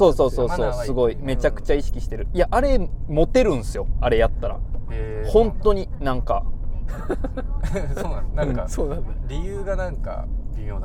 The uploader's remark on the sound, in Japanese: POPEYE Webチームが取材の移動中に録音した車中ミニトーク編。